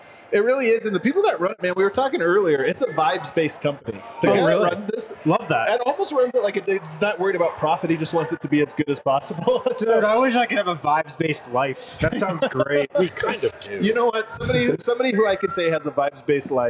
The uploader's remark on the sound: Live from the Basketball Social House in Denver.